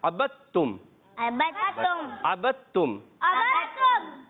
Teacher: दाल ता के अंदर मिल जाता है, तो यहाँ दाल की आवाज नहीं आएगी। अगर कोई अबद तुम पढ़ेगा तो गलत, ठीक है। · Term: इदगाम